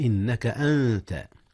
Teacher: جاء الإخفاء هنا يا أستاذنا، أخفي النون قبل التاء إذ هي من حروف الإخفاء.